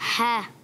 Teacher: عین اور ہا ادا ہوتے ہیں حلق کے درمیان والے حصے سے